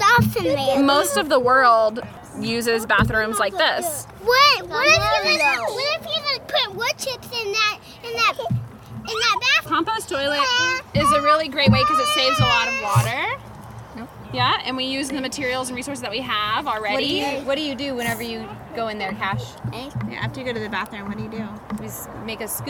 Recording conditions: sounds in the background